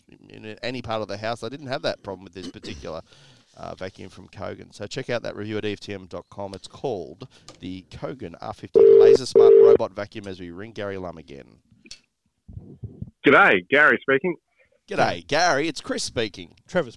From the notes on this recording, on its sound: we call random listeners and fail